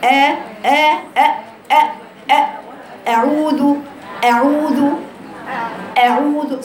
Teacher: الهمزة هذا حرف حلقي من الحلق، من أقصى الحلق، حرف شديد